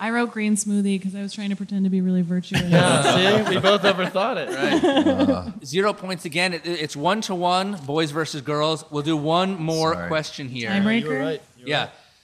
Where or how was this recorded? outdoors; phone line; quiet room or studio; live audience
live audience